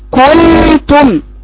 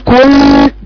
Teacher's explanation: ما تلصقيش لسانك فوق في الثنايا العليا عند اخفاء النون · Shown in: second take